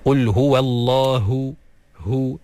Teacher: keluarkan ha tu dengan makhrajnya daripada pangkal kerongkong yang paling bawah, dan keluarkan anginnya sekali. Qul huwallahu, barulah dengar ha tu jelas.